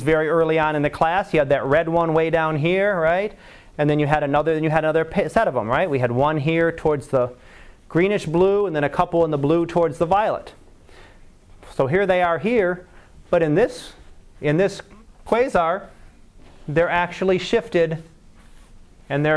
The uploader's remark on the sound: Live Class Lecture